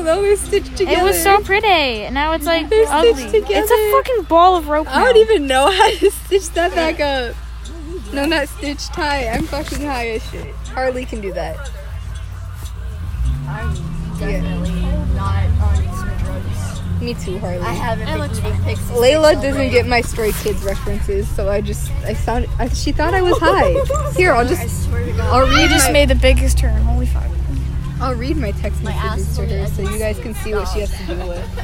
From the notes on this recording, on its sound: Recorded on a bus